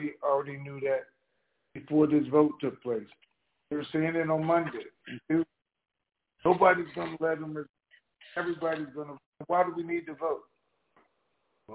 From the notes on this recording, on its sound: TNTSuperfantastic Conference Call